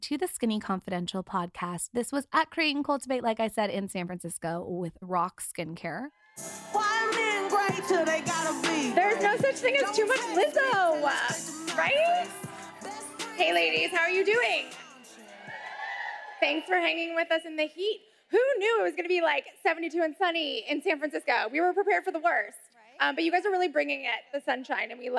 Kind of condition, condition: setting, busy venue